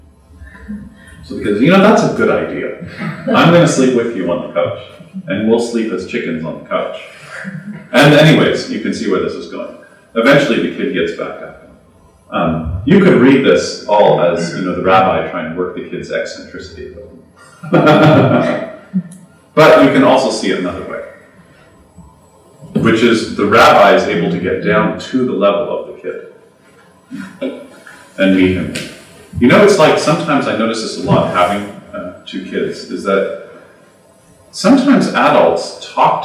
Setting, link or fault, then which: setting, live audience